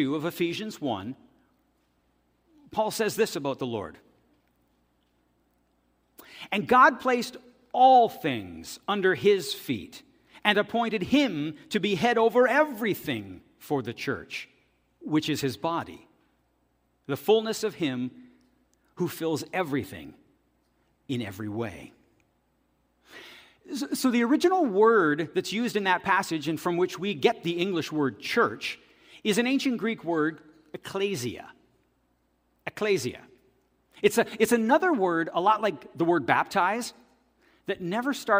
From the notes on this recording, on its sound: This audio is taken from the September 10, 2023 worship service at FBC Charlottetown.